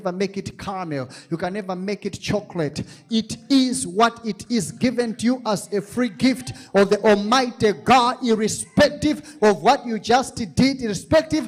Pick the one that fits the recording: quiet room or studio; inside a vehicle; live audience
live audience